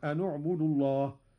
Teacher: قرأ قالون بضم أولى الساكنين وهو النون هكذا: أن اعبدوا الله.